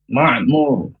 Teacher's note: Ma' huruf ain yang dari tenggorokan tengah. Dimasukkan huruf ainnya.